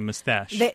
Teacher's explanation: It's much more common to hear mustache with the emphasis on the second syllable.